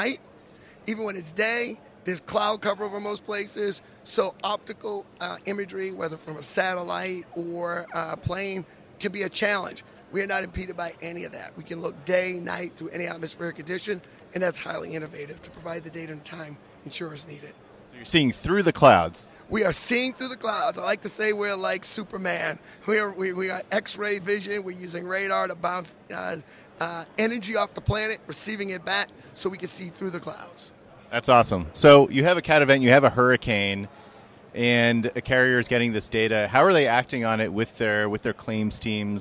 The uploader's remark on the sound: Live from ITC Vegas ’23